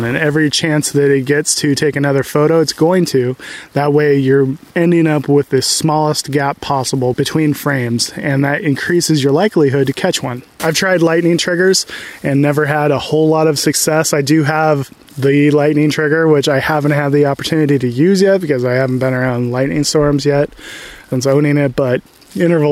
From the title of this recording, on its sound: Live Q&A from the Redwoods